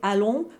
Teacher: In modern French, we would say allons with a nasal O. But back then, they probably finished the word with an N-G sound, the N with the hook on right.